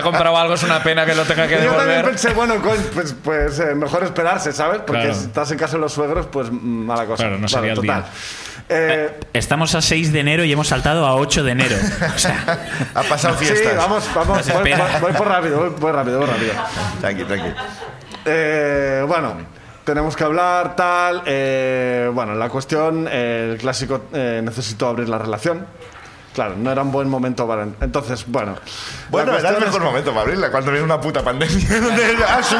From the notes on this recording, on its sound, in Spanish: El público sube a contarnos una ruptura, unos audios extraviados, un 2020 con altibajos y un mono de Zaragoza.